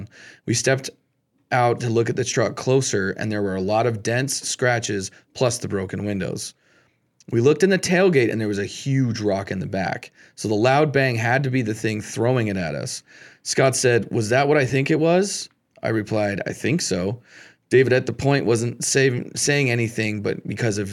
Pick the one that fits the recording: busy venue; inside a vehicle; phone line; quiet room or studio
quiet room or studio